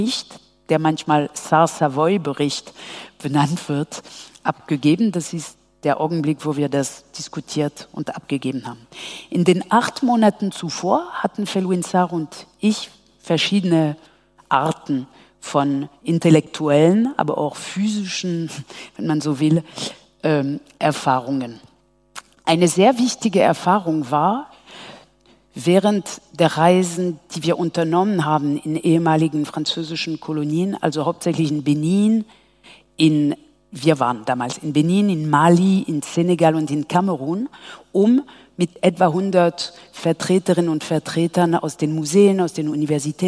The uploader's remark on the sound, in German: KontaktAufnahme 67 - der Podcast des Bildungszentrums Nürnberg. Folge der KontaktAufnahme entstand im Rahmen einer BZ-Veranstaltung im Katharinensaal. Kurze, französischsprachige Sequenzen gegen Ende der Aufnahme werden vollständig übersetzt.